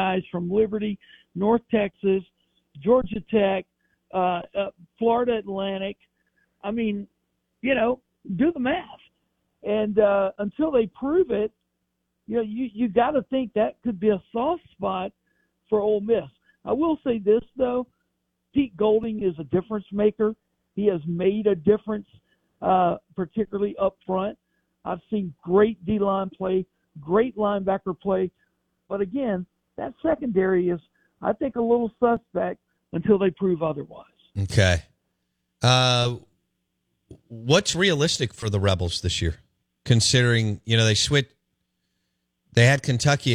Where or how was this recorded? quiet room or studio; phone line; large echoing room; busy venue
phone line